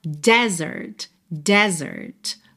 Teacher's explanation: Mas a sílaba tônica é a primeira e esse E é aberto. Então a gente fala desert.